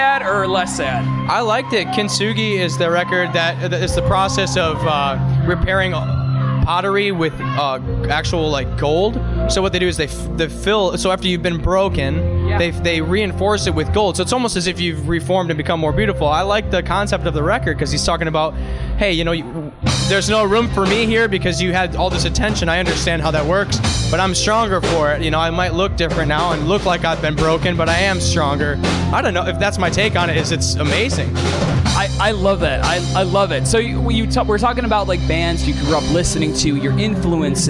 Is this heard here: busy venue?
yes